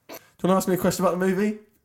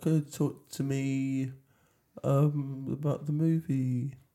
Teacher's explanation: I go up at the end of every sentence · Shown in: first take